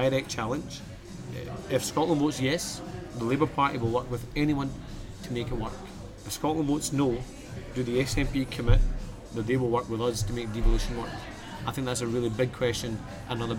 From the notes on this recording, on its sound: Recorded in Hemma in Edinburgh, 7th August 2014.